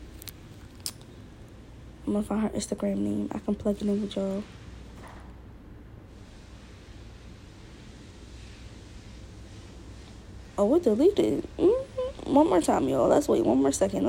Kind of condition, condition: fault, sounds in the background